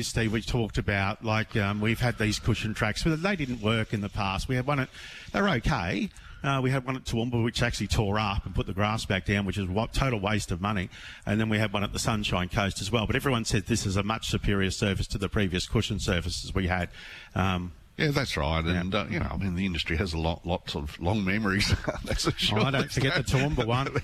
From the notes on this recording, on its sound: Broadcasting live from the Gold Coast Turf Club.